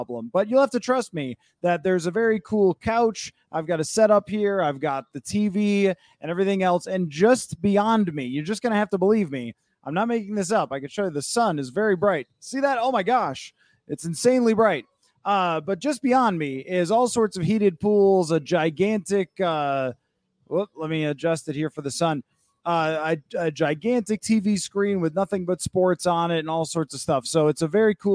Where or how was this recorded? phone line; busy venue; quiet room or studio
busy venue